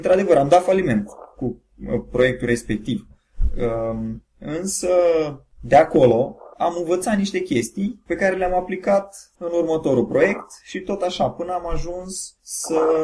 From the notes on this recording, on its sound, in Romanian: Primul episod a venit marcat de probleme tehnice (din partea mea)